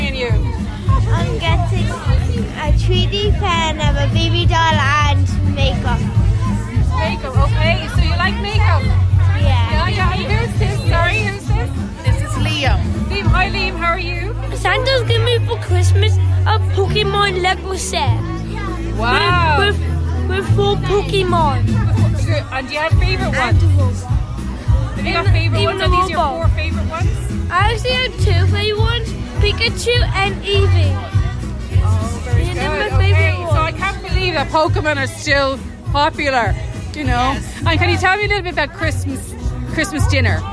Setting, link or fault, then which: setting, outdoors